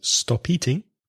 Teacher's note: The two words connect because stop ends in a consonant and eating begins with a vowel